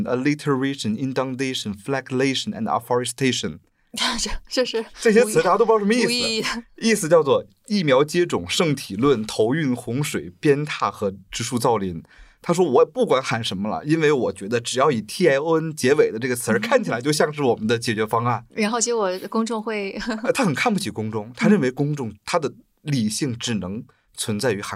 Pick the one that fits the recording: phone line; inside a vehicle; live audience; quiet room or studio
quiet room or studio